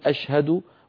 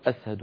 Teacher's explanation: يعني ما عنده بلغته، ما عنده شين، ليس في لغته شين، فأقرب حرف له يألفه ويرتاح إليه السين. فالشيخ يقول له أشهد، هو يقول أسهد.